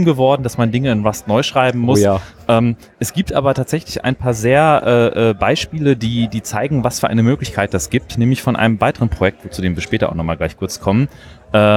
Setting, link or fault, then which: setting, busy venue